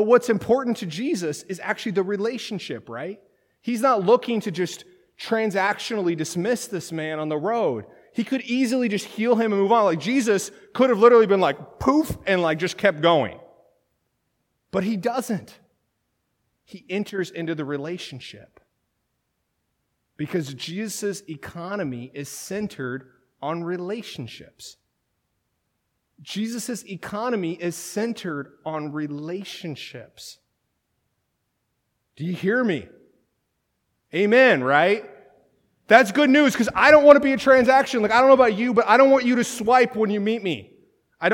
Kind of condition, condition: setting, large echoing room